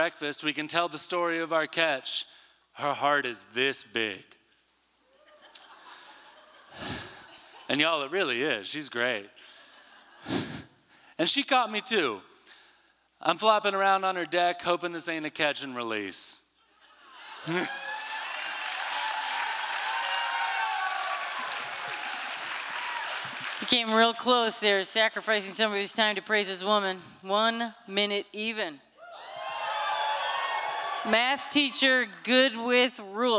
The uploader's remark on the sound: From the 2023 FisherPoets Gathering, Umpteenth On-Site Poetry Contest. This recording was made on Saturday, February 25th, 2023, at the Liberty Theatre in Astoria, OR as part of the FisherPoetry Archive Project.